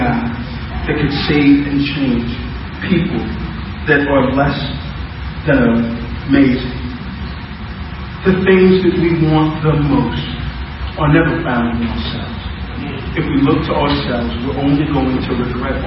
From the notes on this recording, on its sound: For our First Service as Cornerstone Church. We apologize for the low audio quality.